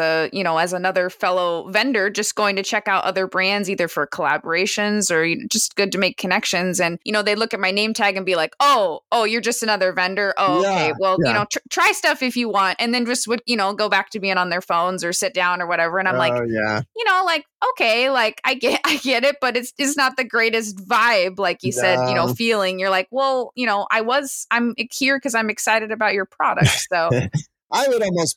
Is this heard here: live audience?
no